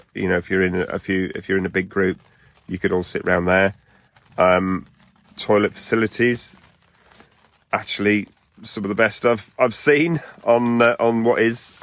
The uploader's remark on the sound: LIVE - Camping in Worcestershire. This week we are LIVE in the field. We are camping at Twin Oaks campsite in rural Worcestershire.